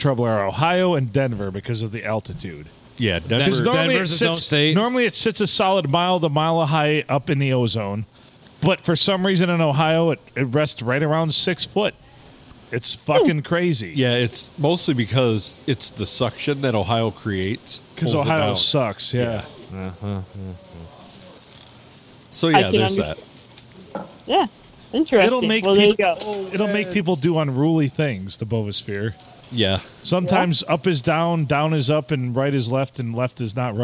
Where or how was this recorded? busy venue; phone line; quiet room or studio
busy venue